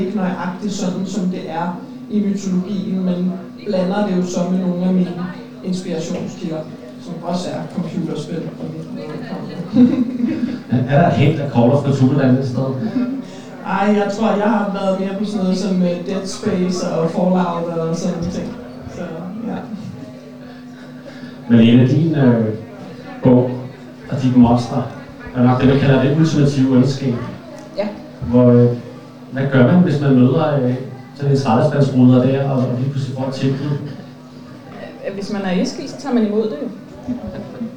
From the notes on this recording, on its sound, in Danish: Vi optagede LIVE under Holbæk Fantasydag 2023. 8 forfattere fordelt over 3 paneler.